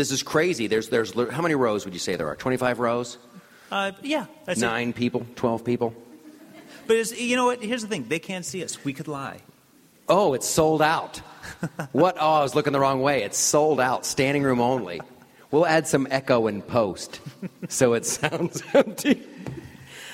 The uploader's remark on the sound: Recorded in front of a live audience at Politicon.